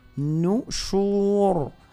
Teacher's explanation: عندنا الراء أيضا مفخمة أيضا كذلك ننتبه إليه